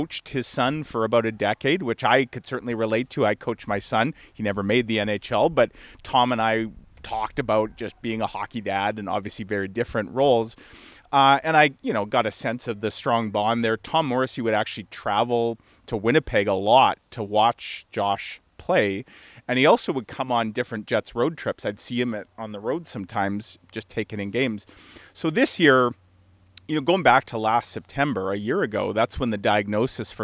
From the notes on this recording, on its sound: With a special edition recorded from Pine Ridge golf course following two straight days of teeing it up in charity tournaments.